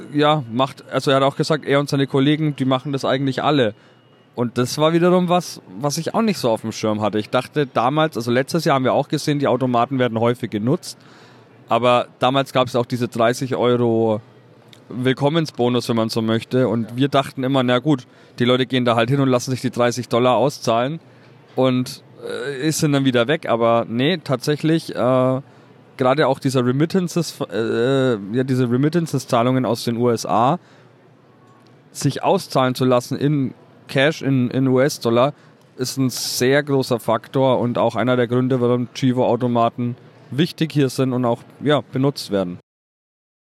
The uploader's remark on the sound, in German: Die Aufnahme erfolgt vom Flughafen in Toronto, weswegen die Tonqualität nicht ideal ist.